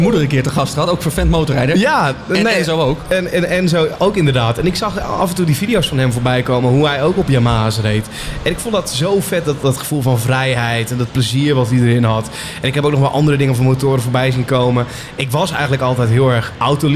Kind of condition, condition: setting, busy venue